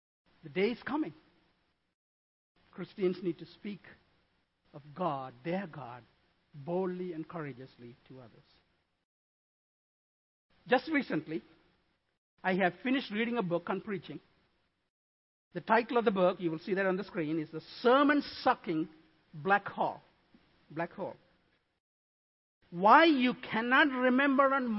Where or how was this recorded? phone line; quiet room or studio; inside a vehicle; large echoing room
large echoing room